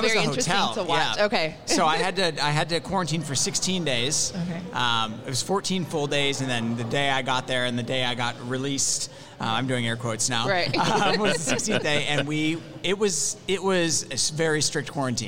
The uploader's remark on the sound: LIVE from Run Social Atlanta Day Party